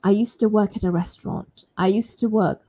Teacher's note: almost like you can't hear the D sound at all.